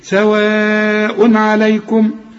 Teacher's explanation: لازم تمد أربع حركات عند الوصل، اسمه مد متصل، مد متصل واجب.